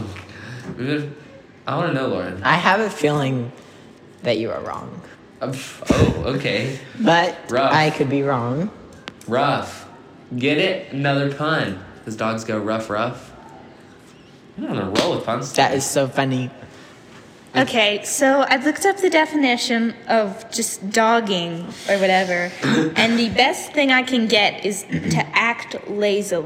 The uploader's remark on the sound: We'd also like to apologize for the echo! Since this is a starting podcast, the sound quality isn't the best!